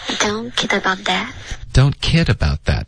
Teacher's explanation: 重音是 kid, OK,然后不要把重音放在 that 上。that 呢怎么样也不要往上飘 that,不然就变成一个疑问句了